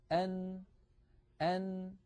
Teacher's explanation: طرف اللسان يقرع ما يحاذيه من غار الحنك الأعلى، بعد هذا القرع ينحبس الصوت في هذا المكان ويتحول المجرى عن طريق الخيشوم، فمجموع هذين العملين يشكل حرف النون.